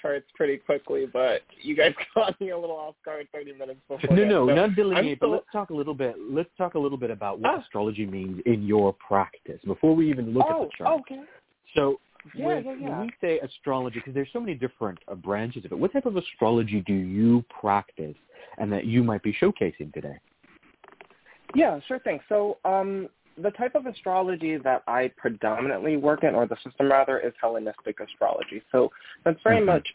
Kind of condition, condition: link, phone line